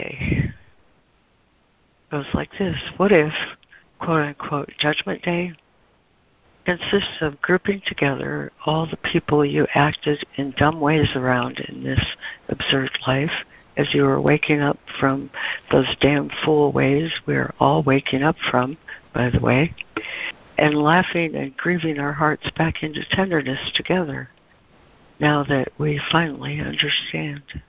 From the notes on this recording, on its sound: ACIM Daily Conference Call